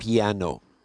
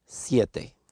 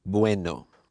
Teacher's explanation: Another thing we have in Spanish is what we call rising diphthongs, where we have the vowel after the glide.